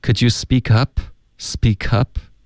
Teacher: Yeah, it's verycommon，而且会说的比较快，因为可以这么连读，有一个变音，让你可以说的更快，说话就有效率了。Could youspeak？后面 speak 的这个 p，我们就浊化为一个 b 的音。Could you speakup？这里 speak 跟 up 连读了